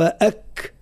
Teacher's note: الكاف ذكر العلماء من صفاته الهمس والهمس هذا يظهر فيه خاصة إذا كان ساكنا خاصة وقت اللي يكون ساكن وهذا هو حرف الكاف ساكن.